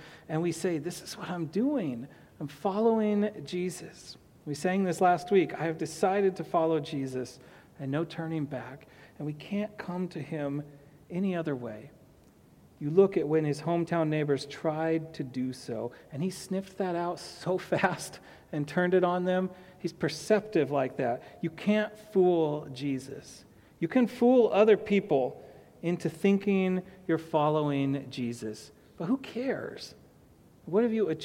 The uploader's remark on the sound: to the congregation of Peace Bible Church